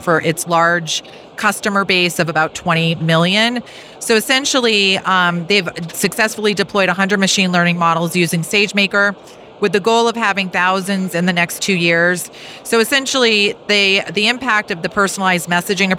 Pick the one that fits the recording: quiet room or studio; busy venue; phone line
busy venue